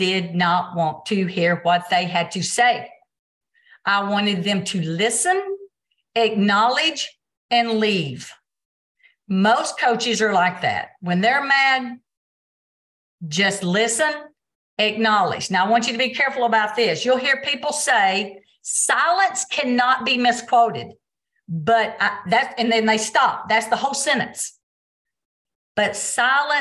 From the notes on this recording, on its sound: Recorded Zoom meeting.